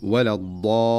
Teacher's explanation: فتجد البعض يطيل زمن اللام المشددة إطالة زائدة فيقول ولا الضالين، وكأنه يريد أن يشعر السامع بالشدة فيقول الضالين، فيمكث مكوثا واضحا ومبالغا فيه عند اللام، وهذا ليس هو الأداء الصحيح.